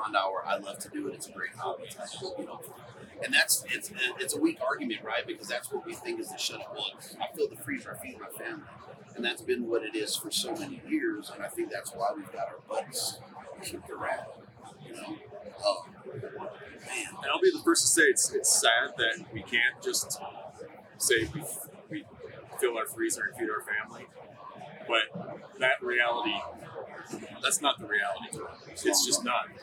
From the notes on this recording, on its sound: It was so good to be back at the Western Hunting and Conservation Expo in Salt Lake, recording live eps. From the Initial Ascent booth!